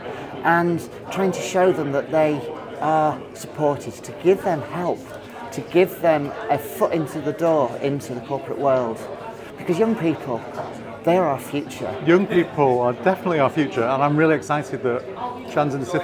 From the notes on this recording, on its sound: These interviews were recorded at Barclay's Head Office in Canary Wharf for Trans in the City's Student Ambassadors Launch Event during Trans Awareness Week.